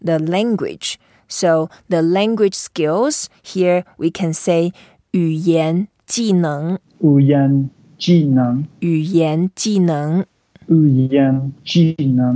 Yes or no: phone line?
no